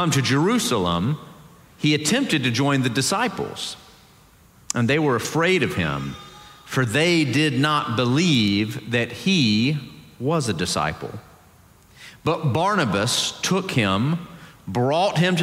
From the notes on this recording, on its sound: Presbyterian College Sunday Worship Service.